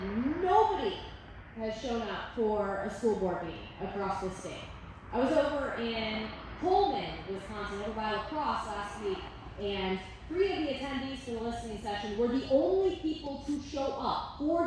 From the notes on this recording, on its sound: We were live at the town hall in de pere Wisconsin and this is what we heard.